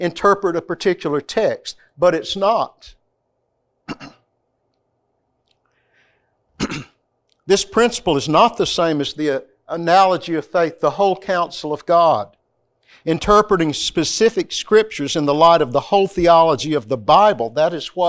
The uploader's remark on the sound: This lecture comes from the classroom of CBTS.